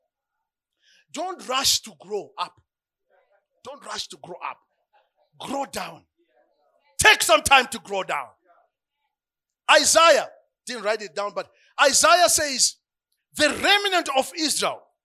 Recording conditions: live audience